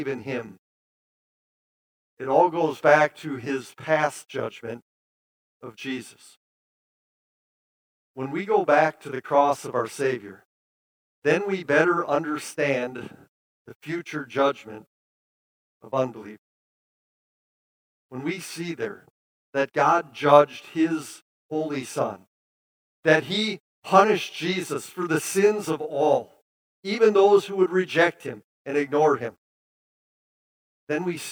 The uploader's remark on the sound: preached this sermon at Bethany's Sunday worship on November 13, 2022